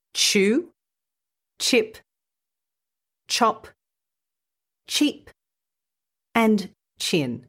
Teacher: When you add the t sound to the start of the sh sound, you get in chew, chip, chop, cheap, and chin. These sounds take practice to pronounce because they're so similar, and also because they're both made by lightly putting your teeth together with the sides of your tongue against your back teeth. · Term: ch sound